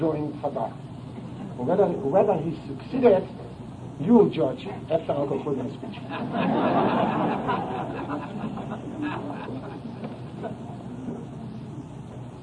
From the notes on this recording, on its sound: At a Kislev 19 Farbrengen in Boston 1968